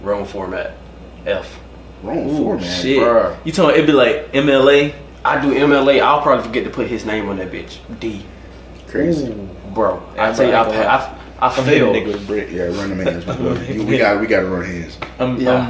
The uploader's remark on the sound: sorry for the audio the mics werent working